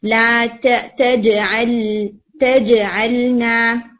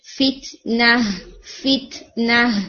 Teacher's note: تا جو حرف ہے اس کو جب آپ بولتے ہیں نا تو اس میں تھوڑی ایئر بلو کرتے ہیں